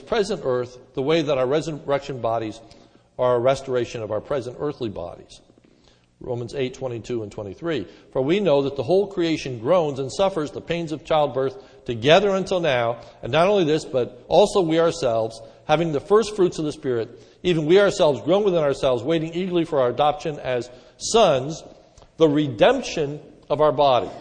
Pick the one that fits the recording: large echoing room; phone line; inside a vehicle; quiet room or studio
large echoing room